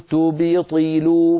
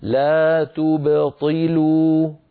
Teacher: الباء هنا باء ساكنة مقلقلة، قبلها ضمة وبعدها كسرة · Shown in: second take · فلا يصح أن أقول تبطلوا فأجعل الباء تتأثر بالضمة التي قبلها.